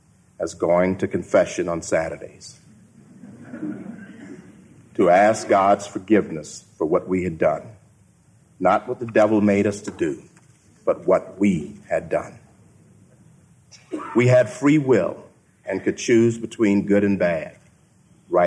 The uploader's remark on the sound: Keynote address at the Acton Institute’s Fourth Anniversary Dinner.